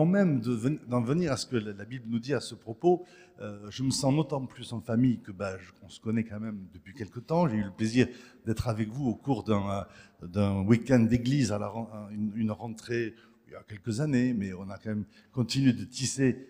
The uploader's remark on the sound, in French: Enregistré à l'église CVV, le 26/03/2023